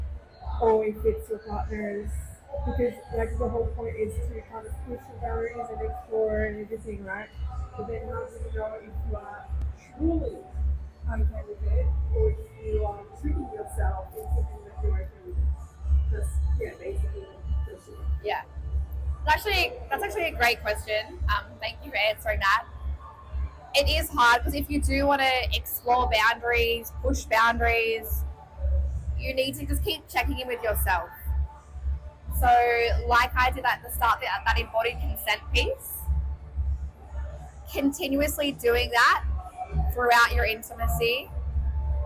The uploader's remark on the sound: Live from LoveX Brisbane!